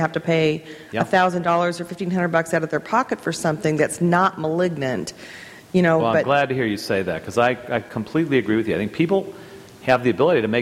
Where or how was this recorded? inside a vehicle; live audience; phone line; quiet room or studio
live audience